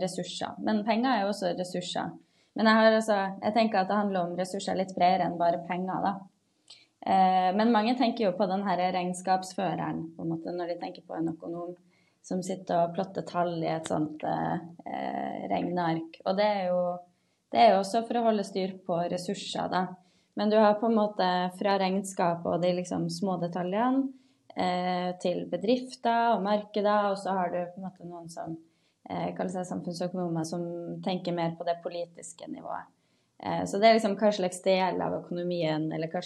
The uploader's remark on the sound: Live Zoom